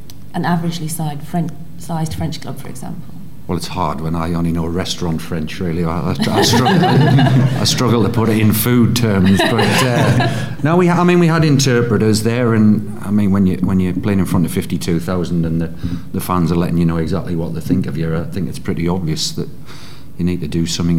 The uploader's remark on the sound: Live from Newcastle